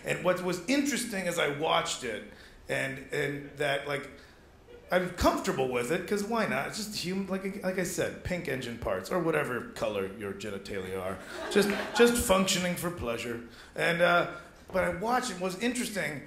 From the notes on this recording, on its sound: The best and biggest performances from the 2014 Melbourne International Comedy Festival's late night club on ABC2's Comedy Up Late.